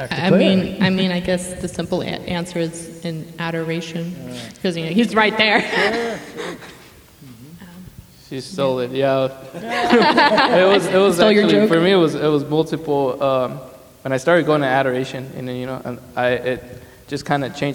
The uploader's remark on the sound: Speaking at the "To the Heights" conference at St. Stephens in Midland.